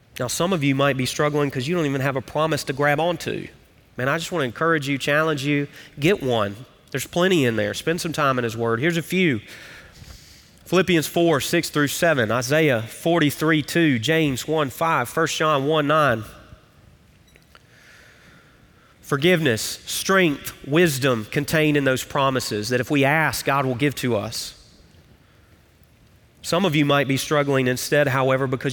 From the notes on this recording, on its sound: Recorded live at Brookwood Church.